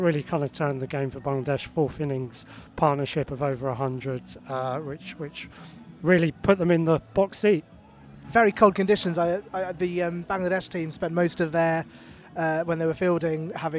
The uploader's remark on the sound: Recorded at The Cloud County Ground in Chelmsford, Essex where Bangladesh took on Ireland in a three match one day series.